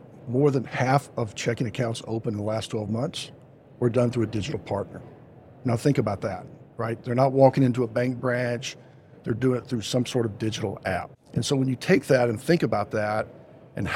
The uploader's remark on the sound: Podcast recorded live at Money20/20 USA in Las Vegas.